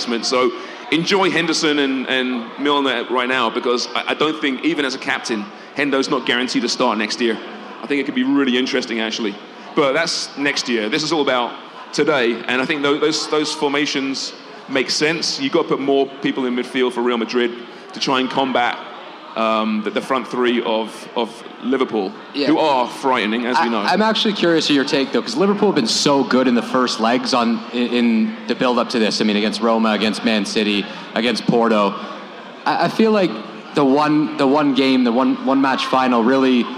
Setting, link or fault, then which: setting, live audience